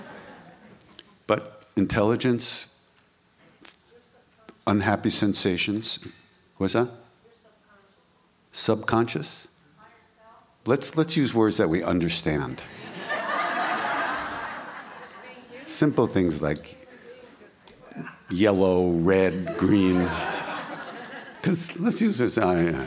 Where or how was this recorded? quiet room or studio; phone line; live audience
live audience